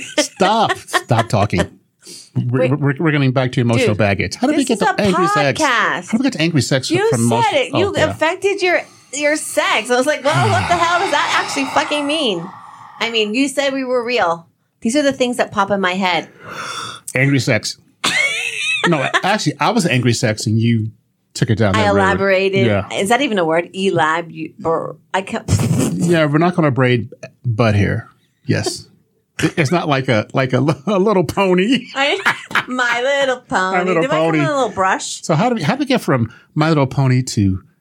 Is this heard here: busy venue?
no